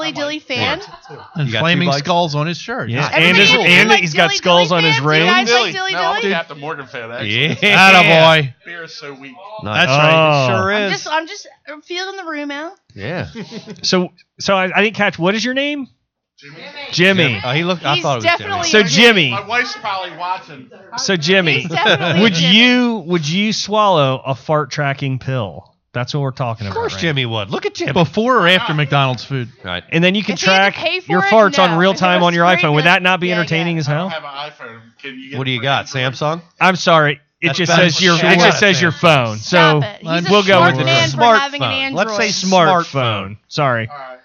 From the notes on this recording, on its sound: Live from Celtic Hope Pub. Live from Celtic Hope Pub.